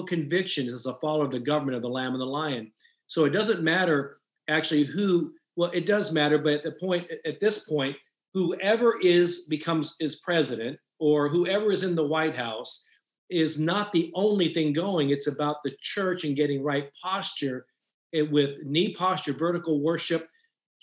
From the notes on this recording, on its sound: special Transforming Leadership Zoom call